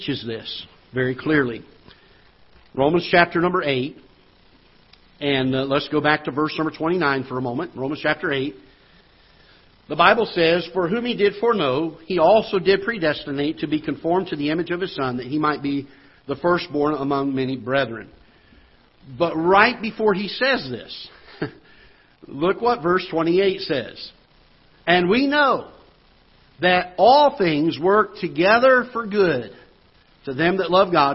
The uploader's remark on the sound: Ketha Heights Baptist Church ~ Live Broadcast